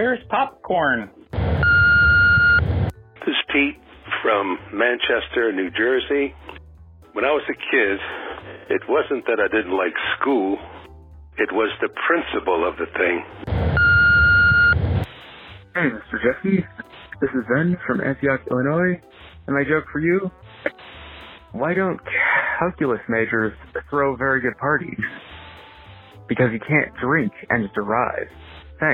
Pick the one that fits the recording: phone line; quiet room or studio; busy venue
phone line